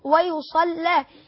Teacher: أما الإمام ورش فيضم الياء ويفتح الصاد ويشدد اللام